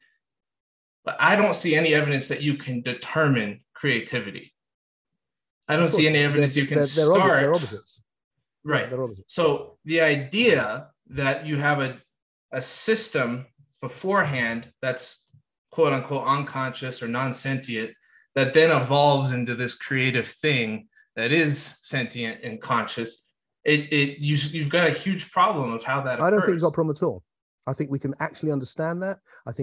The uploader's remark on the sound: Had a long philosophical chat on zoom recently, which he recorded.